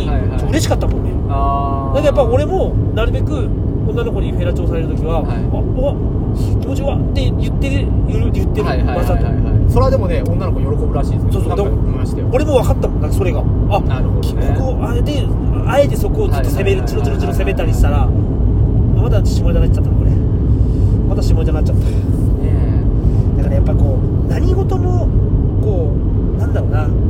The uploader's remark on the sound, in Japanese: 仕事終わりに営業車の中にこもって